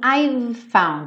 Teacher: Você vai do V pro F muito ligadinho.